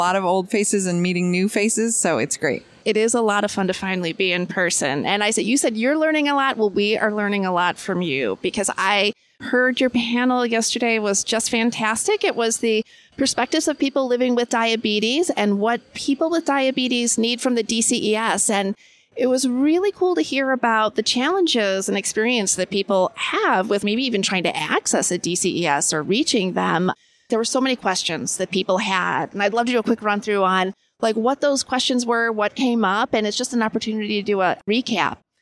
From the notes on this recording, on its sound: at ADCES22 in Baltimore, MD after she finished hosting a panel discussion.